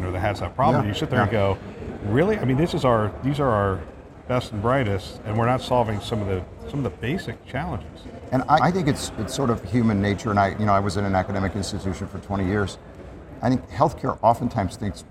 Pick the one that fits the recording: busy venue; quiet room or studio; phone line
busy venue